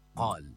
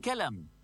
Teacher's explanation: ويقلب سكان بعض القرى القاف إلى كاف · Shown in: second take · فيقولون كال بدل قال، ويقولون كلم بدل قلم، وكديم بدل قديم.